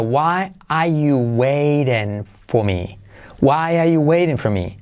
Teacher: lo que hacemos es quitar las dos R's. Al hacerlo más rápido sería Why are you waiting for me?